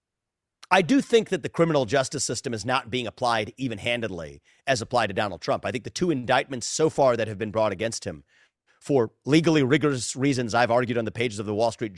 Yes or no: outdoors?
no